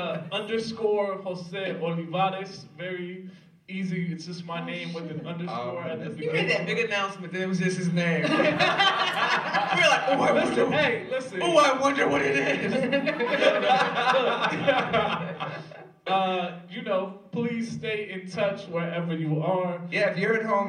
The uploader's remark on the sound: live from Vassar College